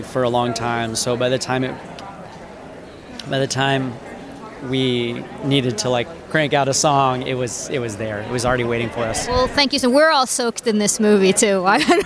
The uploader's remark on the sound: In our first dispatch from The Santa Barbara International Film Festival.